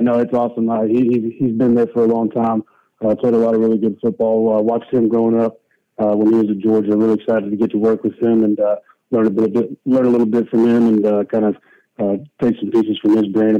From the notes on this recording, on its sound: addresses the media during his conference call